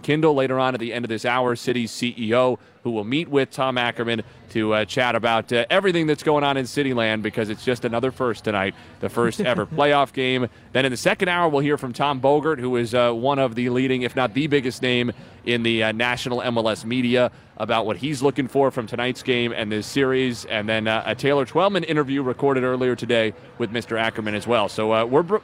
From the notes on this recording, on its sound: Prior to kick-off vs Sporting KC in Round 1 of the MLS Cup Playoffs. Broadcasts live from CITYPARK.